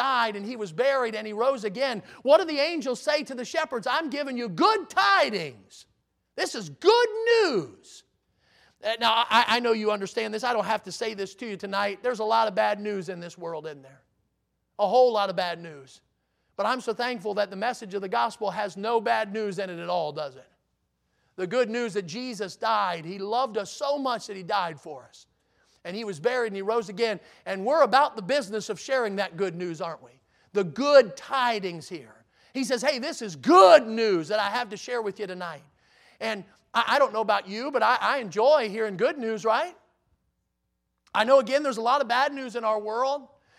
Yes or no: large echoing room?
yes